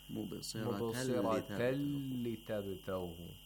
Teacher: We have إدغام of نون ساكنة into لام، which is إدغام بلا غنة. The نون ساكنة of the تنوين is not pronounced.